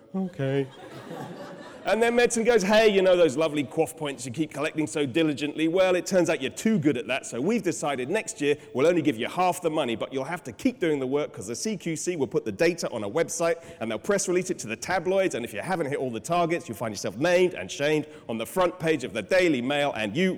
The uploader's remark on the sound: During the Big Debate at BMJ Live in London last week six speakers argued for and against the motion. After presentations from the six speakers and questions from the floor, the audience voted in favour of the motion.